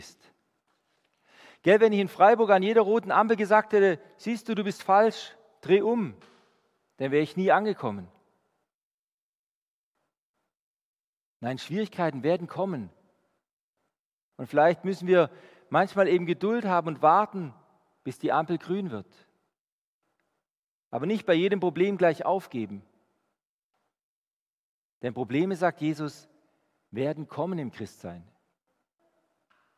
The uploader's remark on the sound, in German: Die Predigt aus dem Gottesdienst. Der EvangelischenGesamtkirchengemeinde Marschalkenzimmer-Weiden.